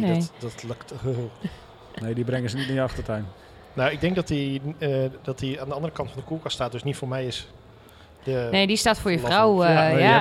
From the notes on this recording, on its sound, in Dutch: Festival Special #1 Brewda 2023. Daarnaast hebben we nog leuke gesprekken op het festival terrein met bezoekers.